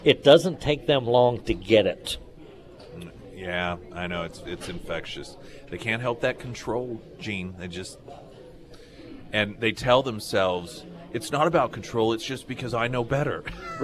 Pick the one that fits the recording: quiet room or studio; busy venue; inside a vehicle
busy venue